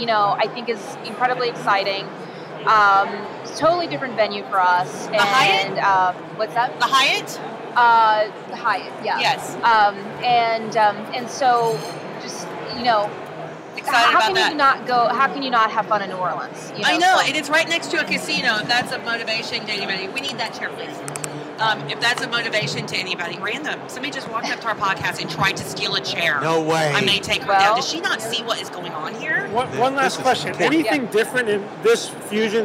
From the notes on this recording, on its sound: Podcast from Fusion 14 Expo Hall floor. Numerous guests passed by the booth to share the experience during this years Fusion 14 Conference at the Gaylord National in Washington DC.